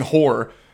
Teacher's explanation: when I say horror, I usually never pronounce that middle syllable of the r. So I just, it sounds like I'm just saying horror.